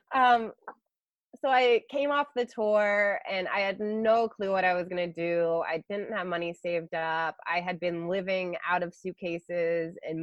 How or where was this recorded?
video call